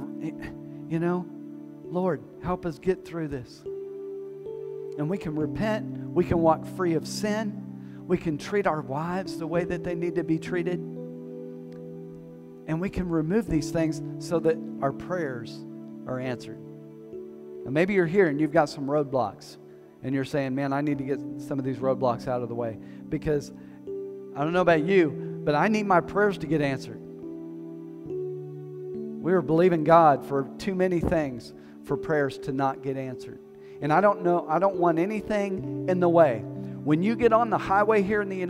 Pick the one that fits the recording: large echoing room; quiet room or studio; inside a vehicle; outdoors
large echoing room